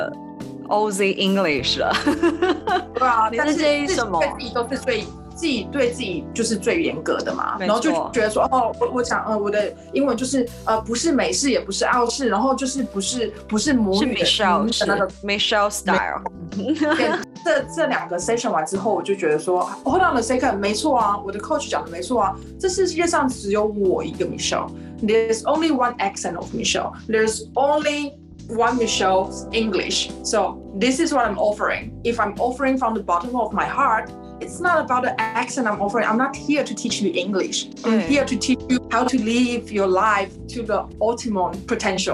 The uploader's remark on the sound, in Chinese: 遠在澳洲墨爾本的好姊妹。透過視訊軟體遠距錄音的方式一起來聊！